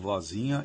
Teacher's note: A sílaba tônica de vozinha é zi.